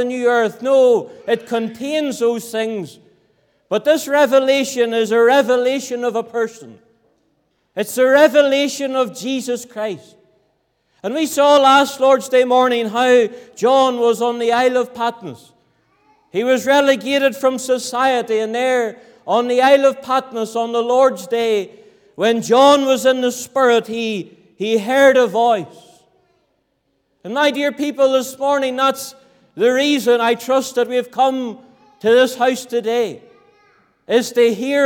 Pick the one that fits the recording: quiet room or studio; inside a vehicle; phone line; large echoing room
large echoing room